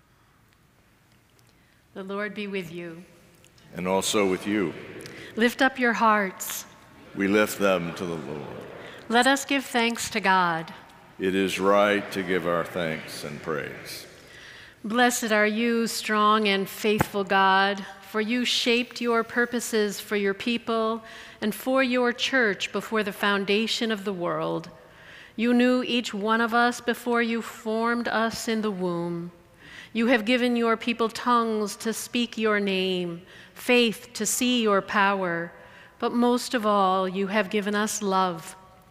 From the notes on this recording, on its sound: The worship service recording includes pre-service, post-service music, and music during the service